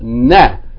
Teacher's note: Na, as opposed to na. Because noon with just a single fatta vowel, not being elongated